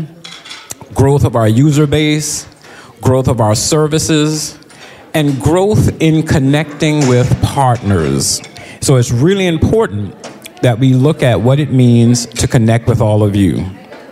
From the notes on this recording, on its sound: 2023 DC Leadership Conference Luncheon Speakers